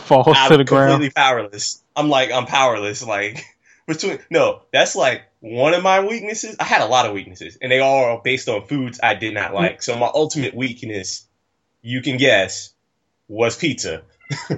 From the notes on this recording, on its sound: Audio may sound tinny. Are currently 200 miles apart.